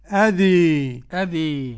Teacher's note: ويقف عليها بالإمالة الكبرى حمزة والكسائي وخلف العاشر أذي أذي، والمقوم بالفتح أذى.